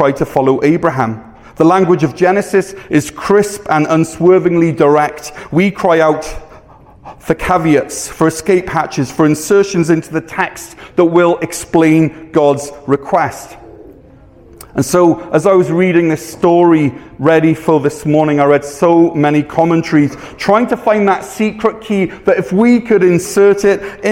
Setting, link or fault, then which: setting, large echoing room